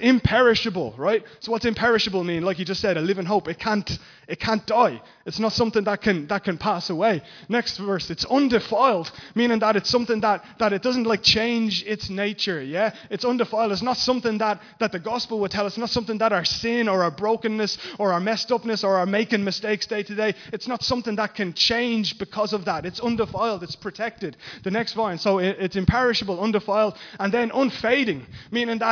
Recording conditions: large echoing room